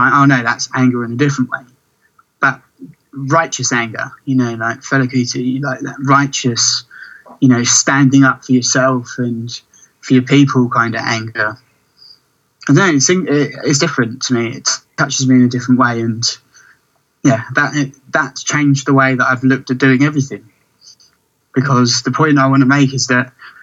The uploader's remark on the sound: over Skype